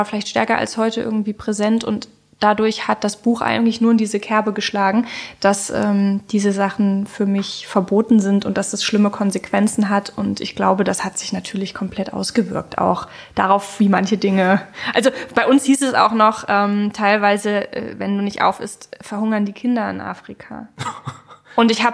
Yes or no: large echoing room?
no